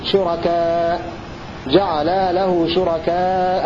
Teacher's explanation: بضم الشين وفتح الراء وبمد الكاف وحمزة بعد الألف بدون تنوين